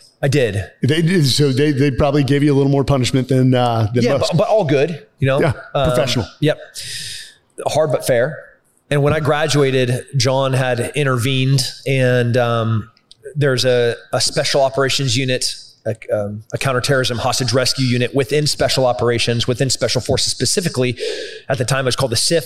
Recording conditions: live audience